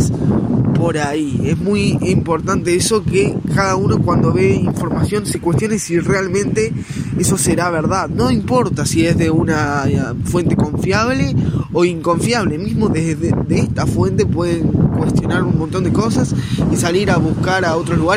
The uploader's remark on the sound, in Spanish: Esta vez desde Villa Argentina, casi en la playa (disculpen el ruido del viento y disfruten el de las olas)